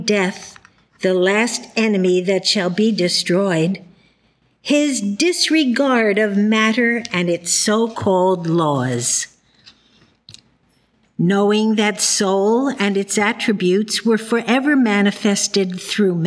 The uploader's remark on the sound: The Sunday service audio from August 13th, 2023